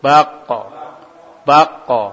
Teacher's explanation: kof ke arah fathah ya, ketika disukun dia ke arah fathah. Kof, huruf kof mempunyai sifat jahr, tertahan aliran aliran nafas, tertahan pula aliran suara.